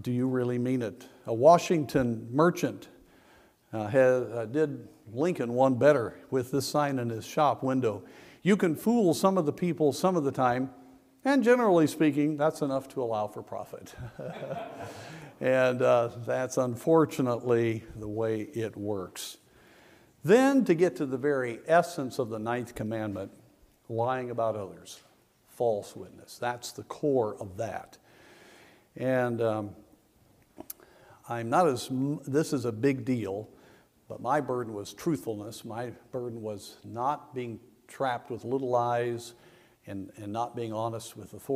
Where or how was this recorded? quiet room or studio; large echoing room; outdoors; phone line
large echoing room